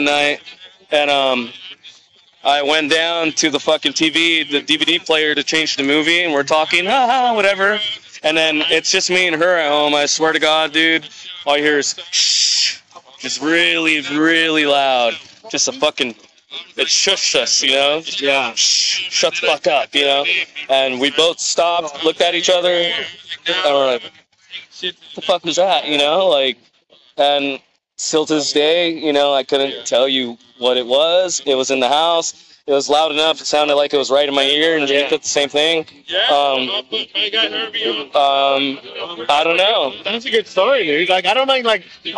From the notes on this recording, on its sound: live streaming at the Tower Bar for the Chili Dog Social